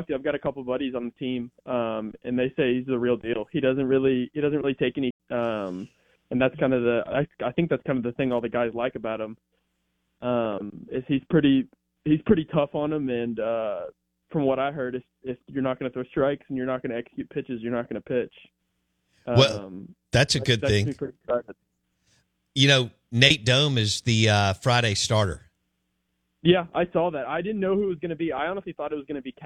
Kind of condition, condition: link, phone line